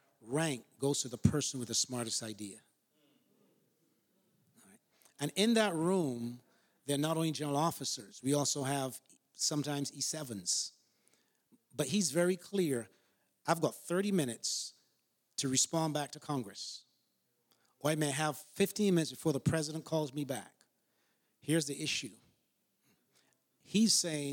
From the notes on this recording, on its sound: An ACM Panel presentation on Mental Health, Suicide, and Bereavement Support, given at the 2022 NAD Ministerial CALLED Convention.